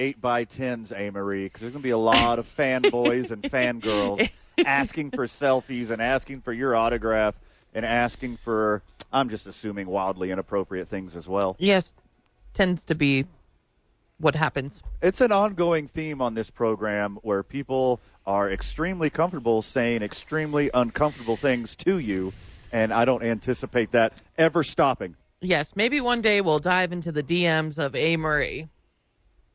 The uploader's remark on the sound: live from ABQ AXE